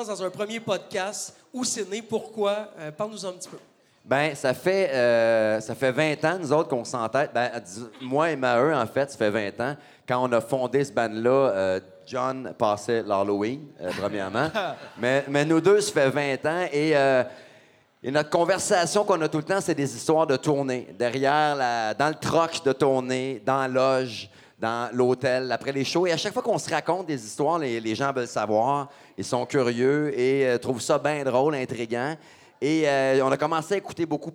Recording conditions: live audience